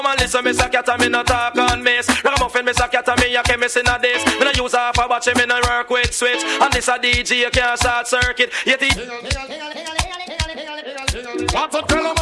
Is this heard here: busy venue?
yes